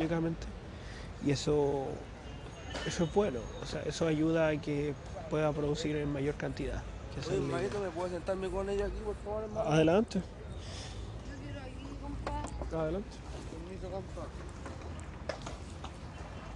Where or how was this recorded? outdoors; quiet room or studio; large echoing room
outdoors